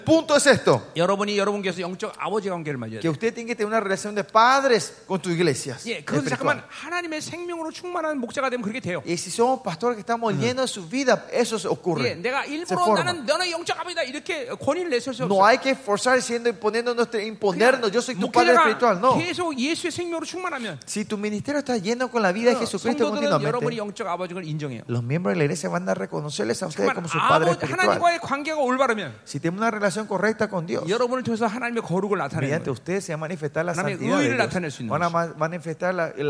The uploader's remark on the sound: '23 Zoe Conference at Honduras